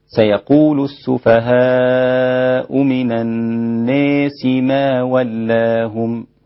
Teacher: الإمام الدوري يميل كلمة الناس إذا جاءت مجرورة فقط، أما إذا جاءت منصوبة مفتوحة يعني أو مرفوعة مضمومة فلا يميلها أبدا، لا بد أن تكون مكسورة مجرورة، فيصير النطق بها في الإمالة هكذا: سيقول السفهاء من الناس ما ولاهم، طبعا وله الإمالة ولاهم.